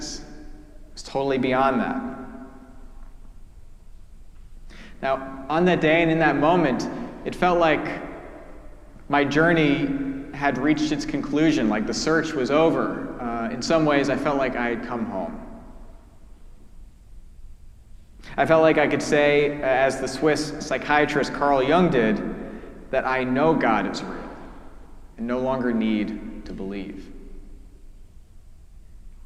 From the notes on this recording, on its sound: preached at our celebration of the Holy Eucharist on the Fourth Sunday after Lent